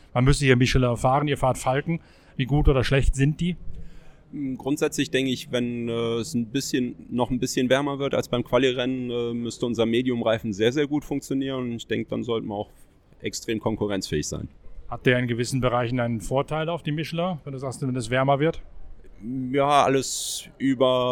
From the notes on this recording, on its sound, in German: Nach dem ersten Freien Training in der Grünen Hölle. Live von der Nordschleife.